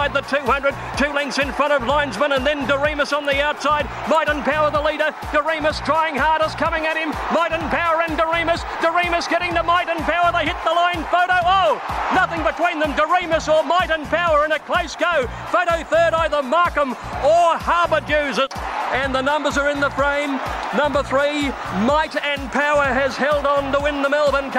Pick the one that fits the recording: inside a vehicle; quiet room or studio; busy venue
busy venue